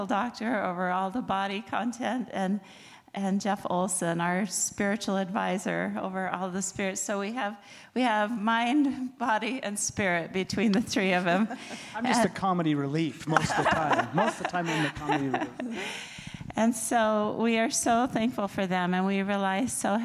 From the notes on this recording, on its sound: In this episode our amazing advisory board discusses wholeness at our LIVE event.